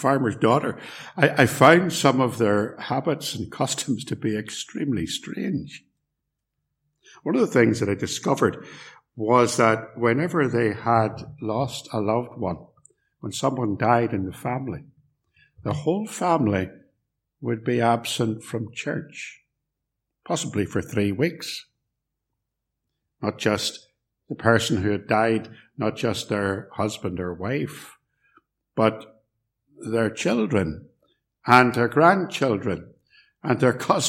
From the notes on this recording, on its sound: Message preached at Ballymacashon Congregational and Templepatrick Reformed Church, - recorded at Templepatrick